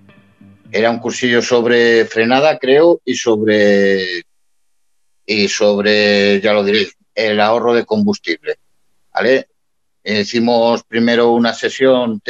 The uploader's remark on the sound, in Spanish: Experimentamos en este podcast con una tertulia en directo, a través de la aplicación Zoom, esperamos que, si el audio es bueno, repetir esta forma de grabar nuestros podcast.